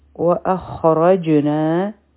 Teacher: خا او را غټ حروف دي، په جیم به قلقلا کو، نه حرفي مده دی.